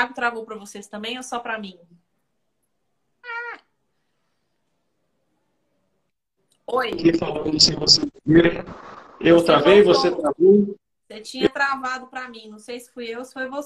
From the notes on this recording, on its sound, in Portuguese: Live feita no Instagram